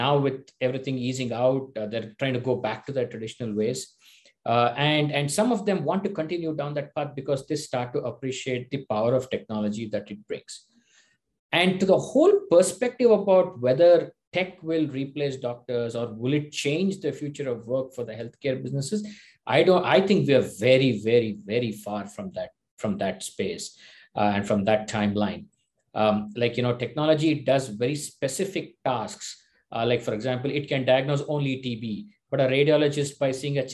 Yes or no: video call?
yes